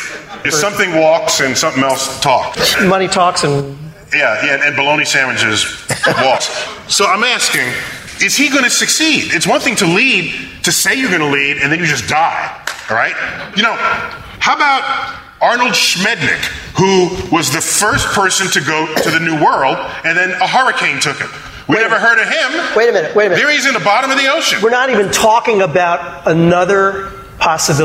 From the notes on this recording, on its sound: StarTalk Live at Town Hall.